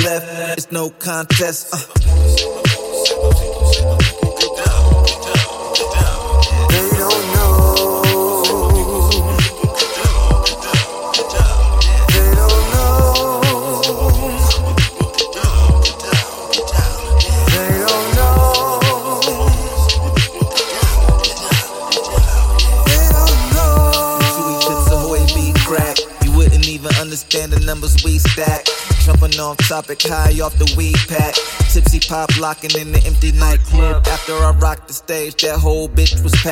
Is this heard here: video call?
no